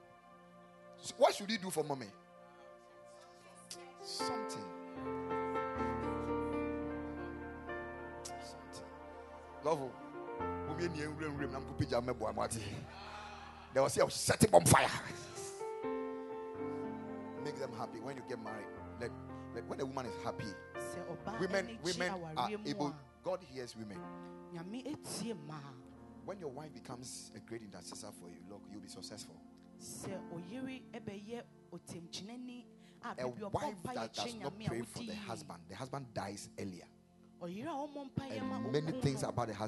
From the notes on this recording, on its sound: Preached at the Ekklesia Campus.